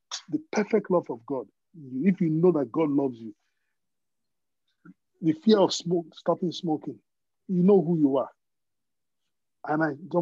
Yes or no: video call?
yes